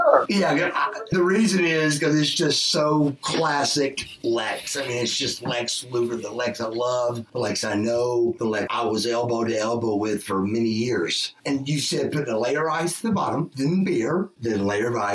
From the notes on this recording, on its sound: AUDIO IS A LITTLE IFFY BUT I ADJUSTED ENOUGH TO WHERE IT IS AIRABLE.